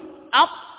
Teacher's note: فهذه الطاء تخرج من طرف اللسان مع ما يحاذيه من أصول الثنايا العليا · مخرج الطاء، إذا أردت أن تعرف مخرج أي حرف سكنه وأدخل عليه همزة القطع، فإذا أردت أن تعرف مخرج الطاء قل أط، وحاول أن تنظر أين لسانك حين النطق بهذا الحرف، تجد أن الطاء تخرج من طرف اللسان مع أصول الثنايا العليا